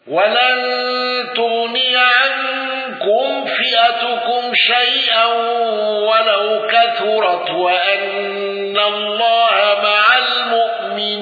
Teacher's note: الأصبهاني بالغنة وإبدال الهمز